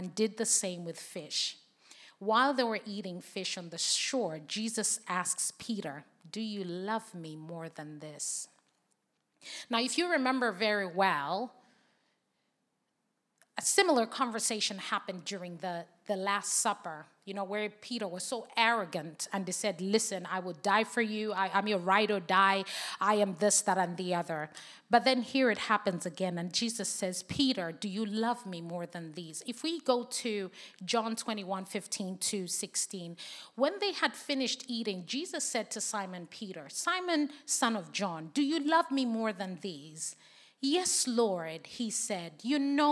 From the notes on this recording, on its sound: Recordings taken from the SA Worship Conference 2023 at William Booth Training College.